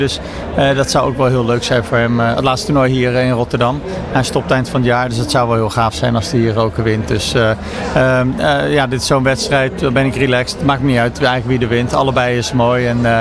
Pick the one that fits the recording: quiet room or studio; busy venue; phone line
busy venue